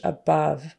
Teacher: more of a long O instead of a short U, a schwa kind of sound in English